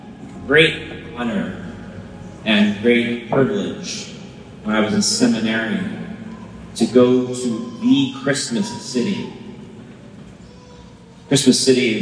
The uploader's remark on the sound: Christmas homily captured live from St. Matthew's Parish in San Mateo, California.